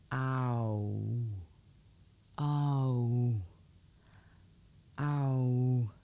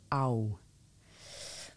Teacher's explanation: So OU, ow. Start with a weak ah, and then move to an active oo, the oo as in book. · Term: diphthong